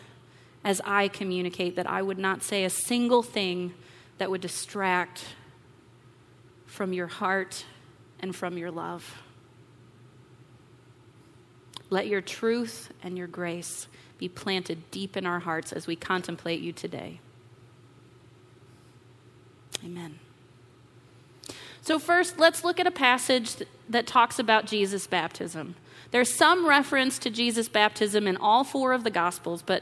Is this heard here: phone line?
no